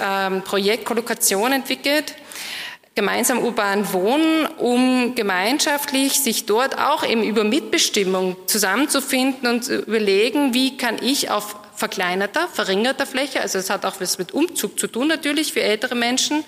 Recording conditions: live audience